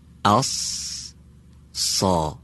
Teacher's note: این حرف مثل حرف سین فارسی تلفظ میشه، با این تفاوت که صدای اون کمی به طرف عقب دهان گفتیم کشانده میشه و درشتر از سین فارسی هم به تلفظ در میاد · Term: حرف صاد